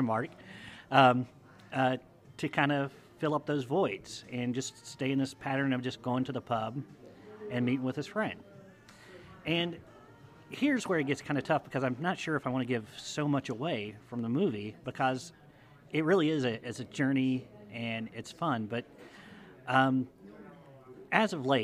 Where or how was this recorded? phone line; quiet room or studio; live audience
live audience